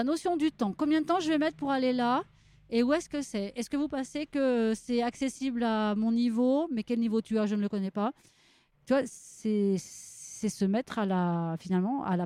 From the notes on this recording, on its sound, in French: En direct de la Biennale des Villes en transition de Grenoble.